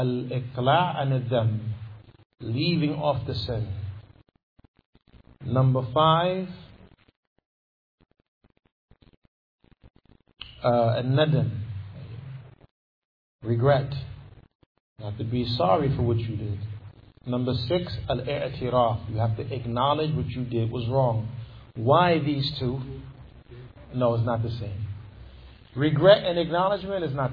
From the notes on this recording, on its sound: Lecture given at Masjid Nur Allah, Queens, NY